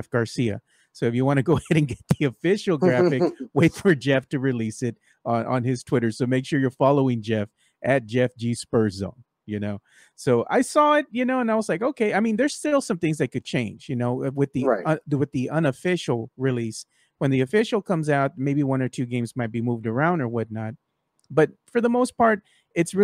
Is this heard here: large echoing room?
no